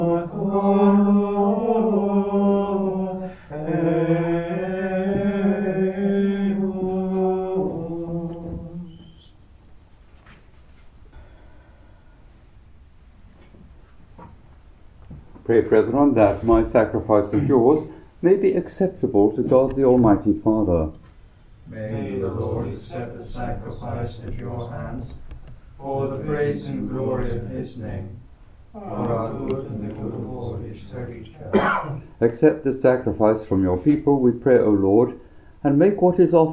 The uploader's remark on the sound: Recorded live at Southgate House on 19 January 2024.